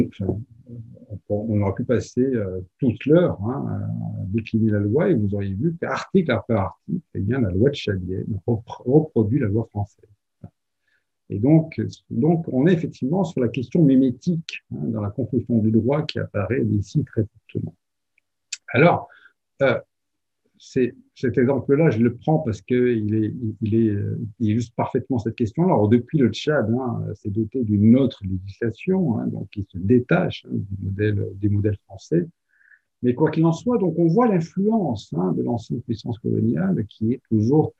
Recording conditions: video call